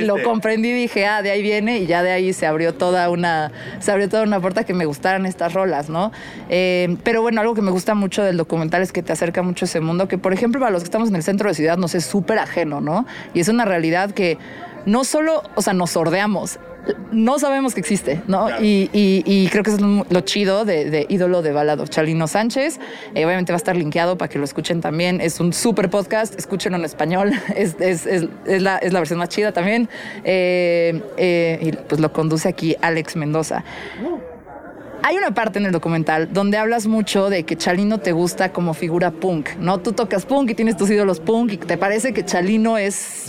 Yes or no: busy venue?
yes